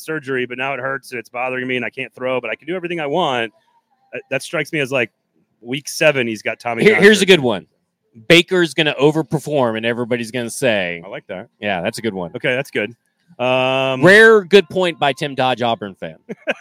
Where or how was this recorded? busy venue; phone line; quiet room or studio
busy venue